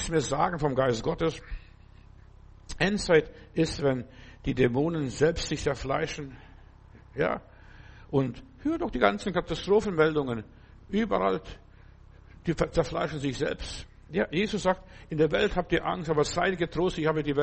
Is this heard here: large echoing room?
yes